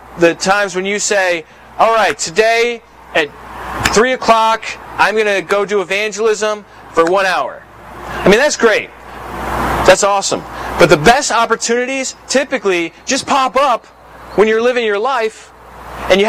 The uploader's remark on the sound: Please pardon the quality of this recording. This meeting happened outside in a park in the Albany, NY area.